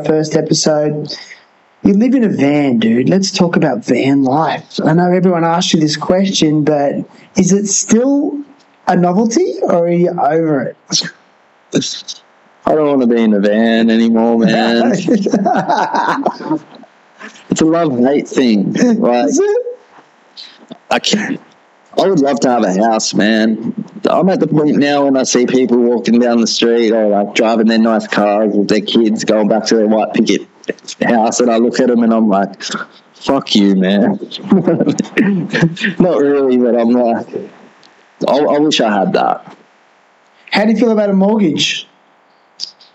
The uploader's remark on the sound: We record remotely, and yes there was some sound quality issues. Still very listen-able, however, the audio quality is not as good as in-person recordings (obviously).